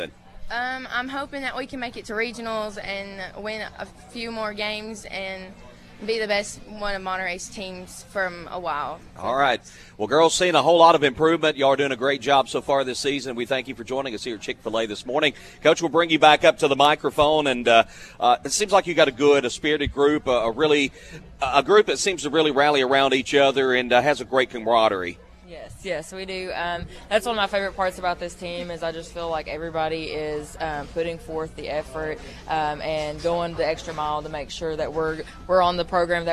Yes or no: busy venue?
yes